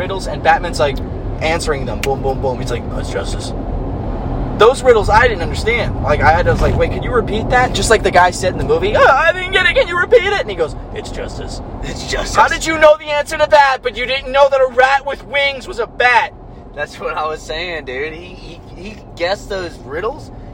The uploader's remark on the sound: On the Road. We driving AGAIN!